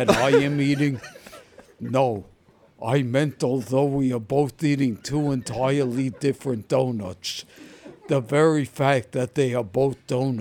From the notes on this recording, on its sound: aided by questions from callers and an in-studio audience